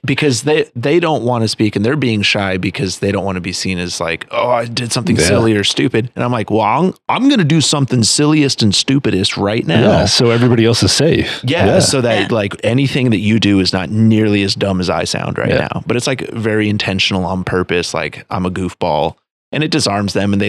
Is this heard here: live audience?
no